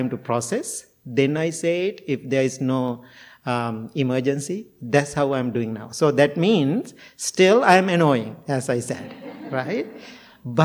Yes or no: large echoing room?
yes